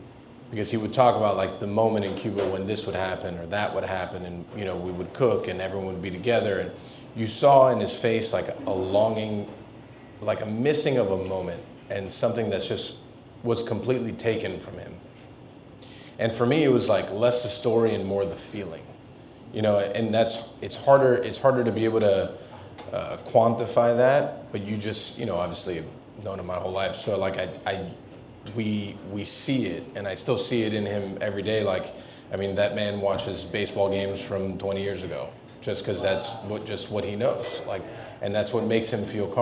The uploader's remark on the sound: In our fifth installment of Pan Con Podcast Live (presented by Front Of The House) , we hosted a four course dinner for guests. The dinner was held at The Gibson Room. It was an honor to have this reading — and the discussion in this episode — at the core of one of our live recordings.